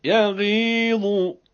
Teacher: غین در کسره و یا در ای، میبینیم که تفخیمش سقوط میکنه و کم میشه